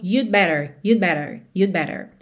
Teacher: E esse D, por ser assim tão sutil, uma consoante oclusiva, suave, que vem aí na contração, acaba sumindo. Então, muitas vezes o que a gente ouve realmente é you'd better, porque na hora que eu vou fazer o D, eu já tô fechando a boca pro B.